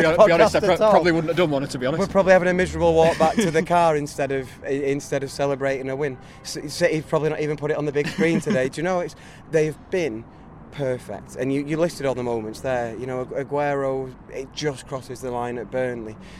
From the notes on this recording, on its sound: Outside the Etihad Stadium, following Manchester City's 4-1 win at Brighton to secure the Premier League title.